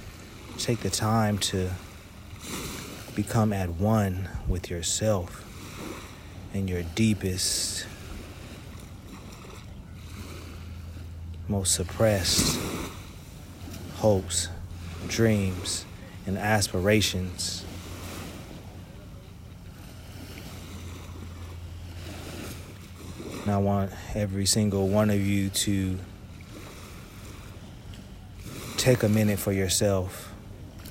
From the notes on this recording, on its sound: Beach Meditation (Real Life Coastal Ambiance). This soothing meditation and affirmation was recorded at the edge of the ocean water.